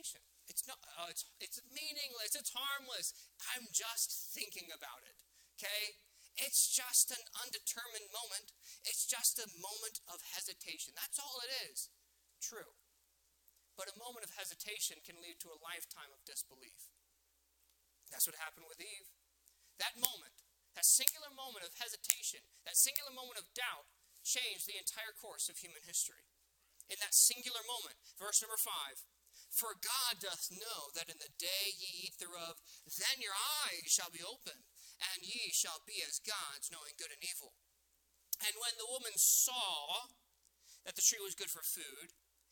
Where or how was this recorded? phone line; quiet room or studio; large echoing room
large echoing room